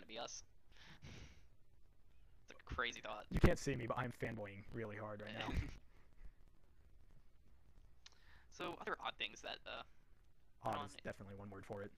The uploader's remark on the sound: Apologies for any audio discrepancies